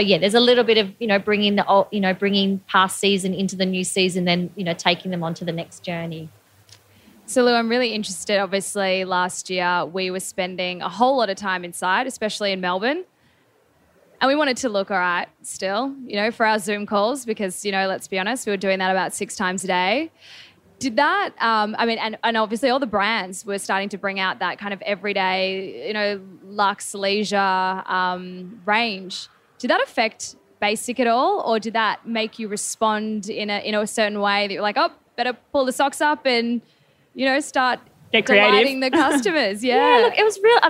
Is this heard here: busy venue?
yes